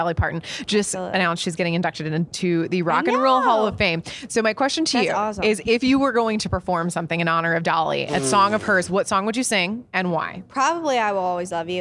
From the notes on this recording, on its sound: backstage at Audacy's Leading Ladies Live